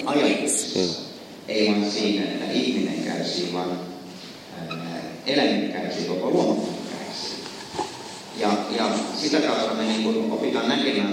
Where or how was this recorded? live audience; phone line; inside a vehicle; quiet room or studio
live audience